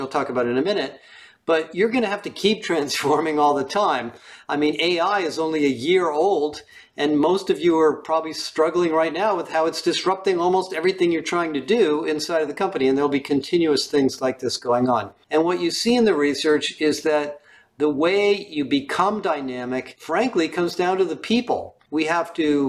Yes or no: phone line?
no